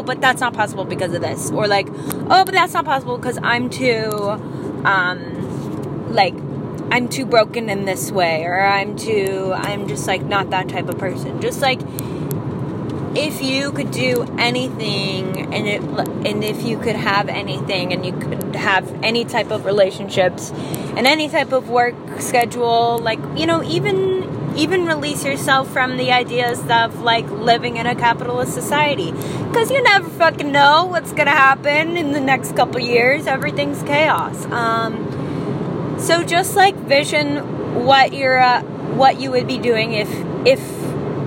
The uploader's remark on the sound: I recorded this in the car